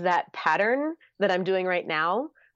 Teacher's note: it sounds like you're asking lots of questions, even when you're not, because of that rising intonation · Term: upspeak